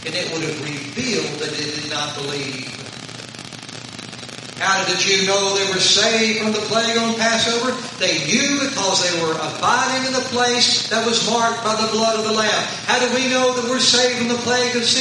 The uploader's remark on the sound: Sorry for poor audio. Apologies for the poor audio.